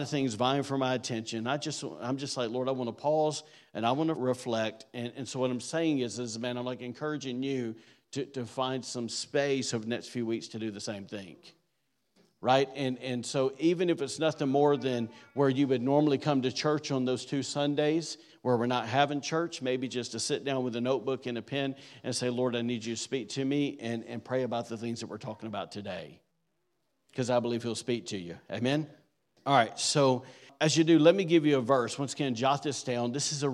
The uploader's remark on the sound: was recorded on Sunday, December 10th, 2023, during service at The Anchor Church in Rockport, Maine